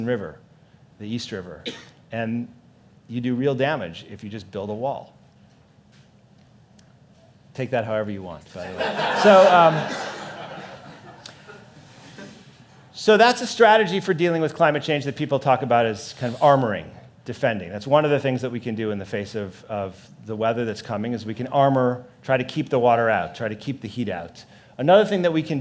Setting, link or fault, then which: setting, busy venue